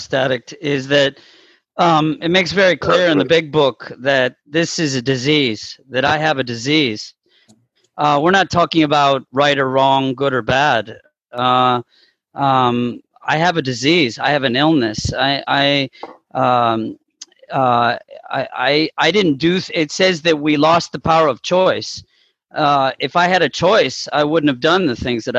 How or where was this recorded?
video call